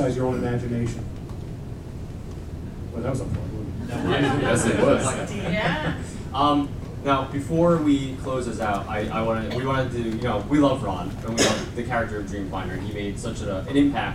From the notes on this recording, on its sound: Live Show for EPCOT's 30th Anniversary in the Norway Pavilion. We are LIVE from the Norway Pavilion for our EPCOT 30th Anniversary Show.